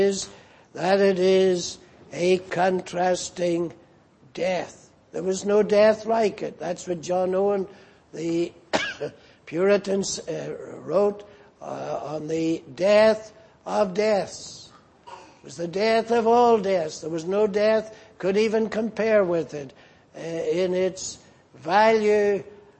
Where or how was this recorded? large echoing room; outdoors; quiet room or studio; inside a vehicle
large echoing room